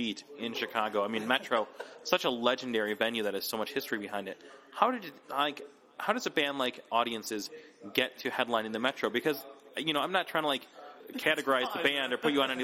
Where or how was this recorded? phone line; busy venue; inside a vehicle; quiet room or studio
busy venue